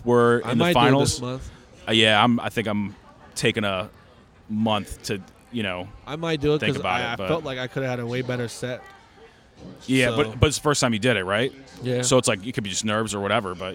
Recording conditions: outdoors